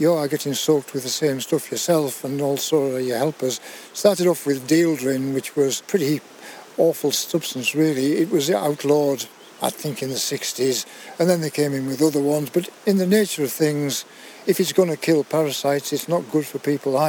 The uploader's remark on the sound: We don the Countrystride shorts for a balmy trip west into sylvan Eskdale. As we set out from the handsome farmhouse at Fisherground. Reflecting as we walk. We reach St Catherine's Church.